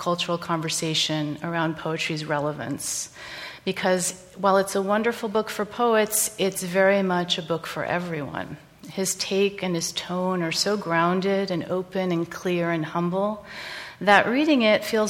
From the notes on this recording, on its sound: PODO Live. LIve in front of an audience in the Woodman Center at the Moses Brown School in Providence, RI.